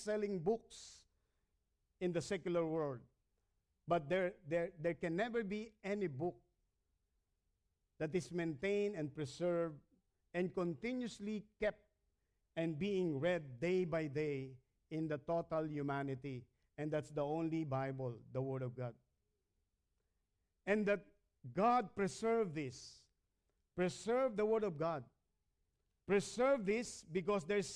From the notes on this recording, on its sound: Recorded at Hosanna Evangelical Fellowship (HEF) - Dubai on 20 September 2019.